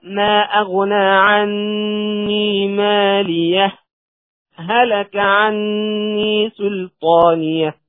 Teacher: الموطن الثاني مختلف فيه أيضا في سورة الحاقة في قوله تعالى ما أغنى عني ماليه هلك عني سلطانيه، فيسكت على كلمة ماليه سكتة لطيفة بمقدار حركتين بغير تنفس، ثم يكمل ما أغنى عني سلطانيه.